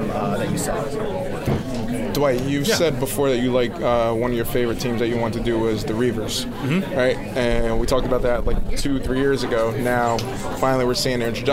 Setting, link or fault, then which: setting, busy venue